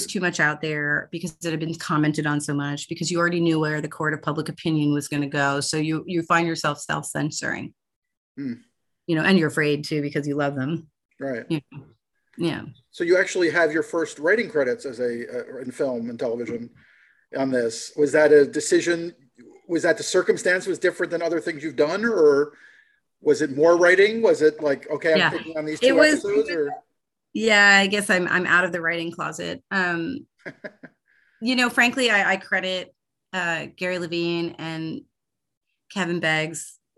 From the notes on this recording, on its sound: Shot via Zoom